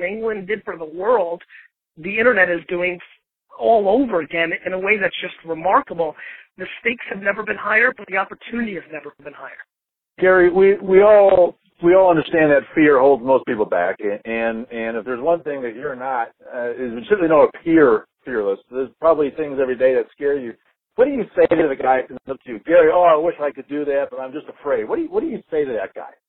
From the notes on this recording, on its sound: To record, I was on an iPhone from an Atlanta parking deck. Was on his phone riding in a taxi through Manhattan…